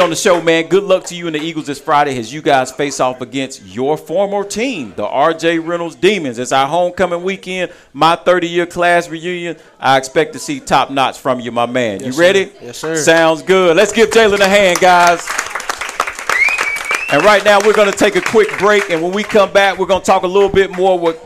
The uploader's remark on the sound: live from Monte De Rei Mexican Restaurant in Kernersville